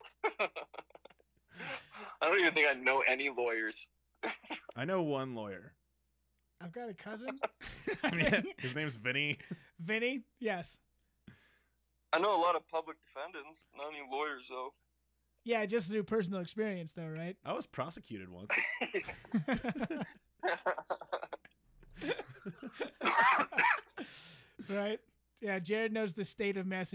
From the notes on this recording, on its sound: joined over the phone